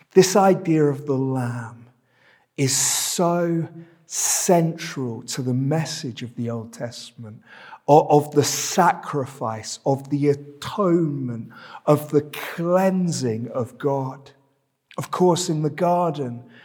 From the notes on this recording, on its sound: This sermon was preached at Welcome Baptist Church on Sunday 20th November 2022.